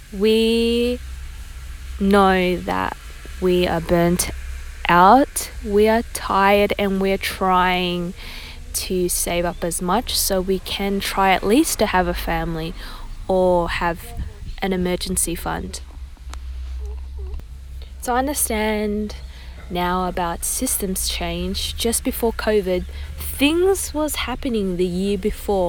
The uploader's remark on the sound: Recorded raw in my car after driving with my dog to drop off my sister to work.